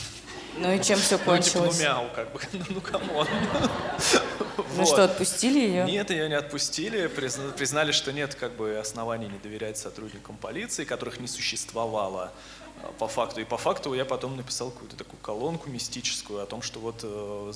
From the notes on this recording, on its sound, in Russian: Live в Алматы. Мы провели первую открытую запись подкаста за пределами России — в Казахстане, на фестивале The Art of Storytelling.